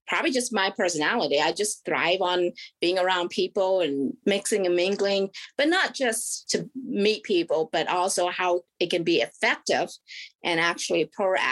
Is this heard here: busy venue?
no